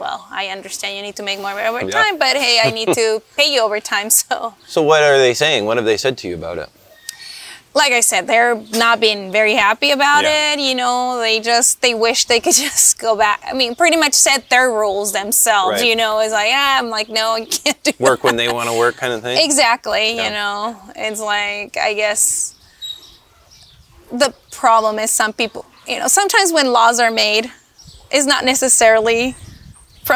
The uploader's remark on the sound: We visit the farm and learn how she raises cows, producing milk to make artisanal cheeses at Golden Glen Creamery, just a stone's throw from shores of Puget Sound.